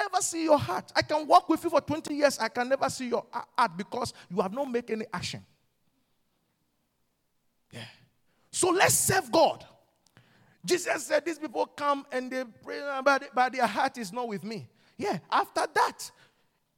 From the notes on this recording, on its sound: QFC Charis Center - Albany, NY. Revelation Service | LIVE from Charis Center | Albany, New York.